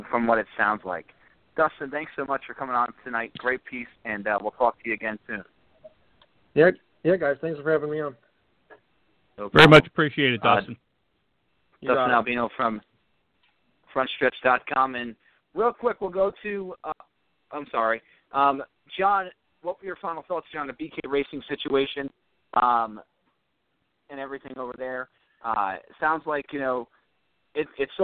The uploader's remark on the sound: Lastly, we'll take some phone calls